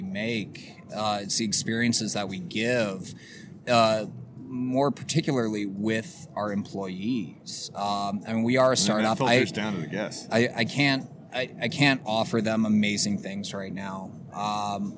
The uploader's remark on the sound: This was a good one, outside at Improper City. Gypsy Q BBQ Truck.